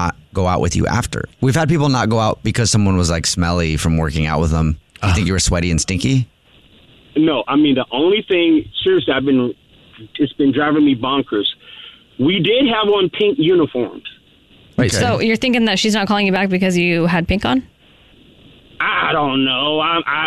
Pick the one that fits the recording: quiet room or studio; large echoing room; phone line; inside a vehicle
phone line